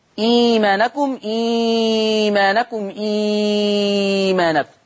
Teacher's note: قرأ ورش بثلاثة البدل في لفظ إيمانكم